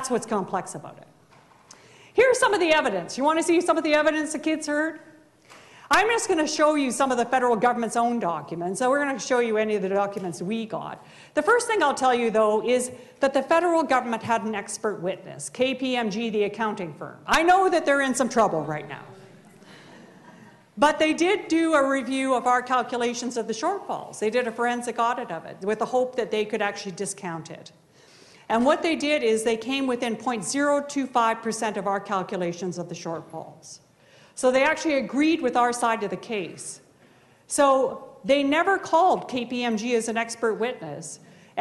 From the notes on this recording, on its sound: This episode presents a keynote talk. From Social Justice Week 2013.